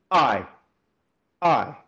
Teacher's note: It sounds more intense than it actually is, but It's the pressing together of the vocal folds and then allowing them to pop open · Term: glottal attack